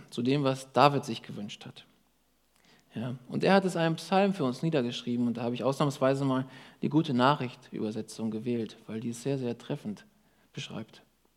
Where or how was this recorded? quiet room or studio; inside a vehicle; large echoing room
large echoing room